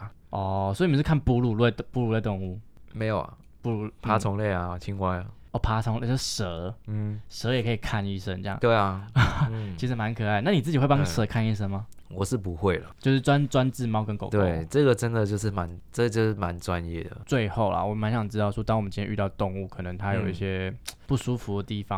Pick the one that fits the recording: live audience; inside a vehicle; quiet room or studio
quiet room or studio